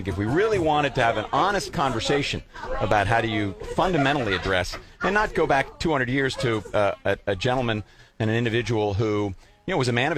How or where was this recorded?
busy venue